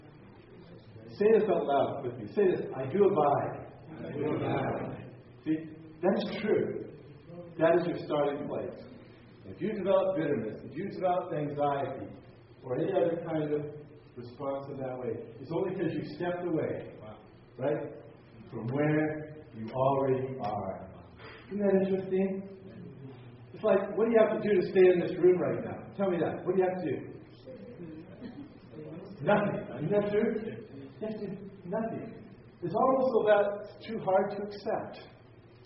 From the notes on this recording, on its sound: Teaching as part of the Exchanged Life Conference in Pigeon Forge, TN.